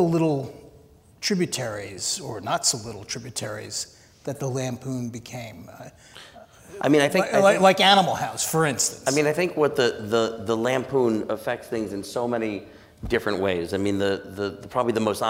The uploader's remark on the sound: Recorded in front of a live audience on September 10, 2015 at New York’s 92nd Street Y.